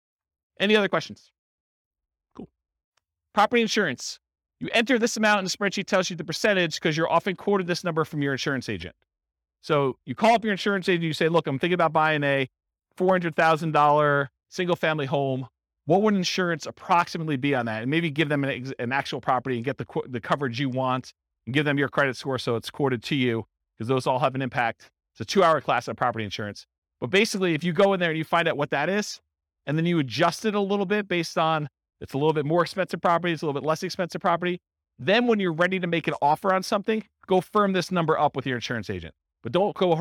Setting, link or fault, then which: setting, live audience